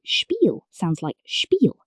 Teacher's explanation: When SP and ST appear at the start of a word, they sound like SHP and SHT.